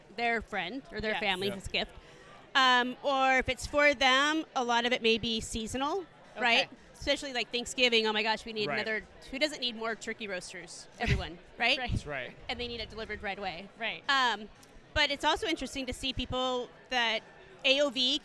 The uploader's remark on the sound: Live From eTail. Live coverage at #etail2024.